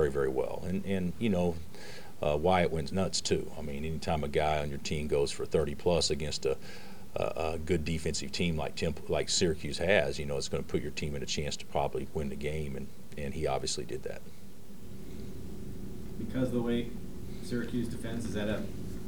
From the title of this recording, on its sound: Press Conferences & Post-Game Interviews